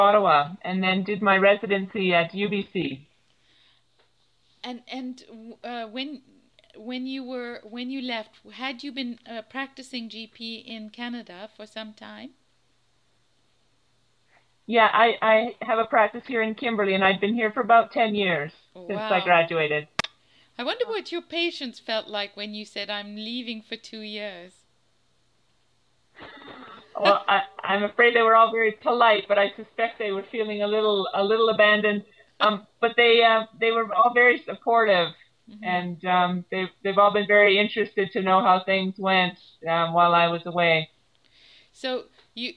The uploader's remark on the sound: Using Skype in Kimberly during International Development week. Please excuse the sound- we tried recording on Skype for the first time.